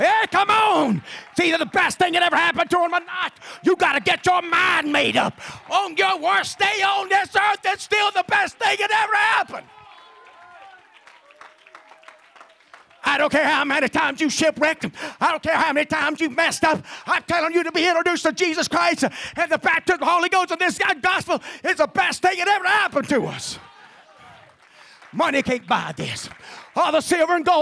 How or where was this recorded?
large echoing room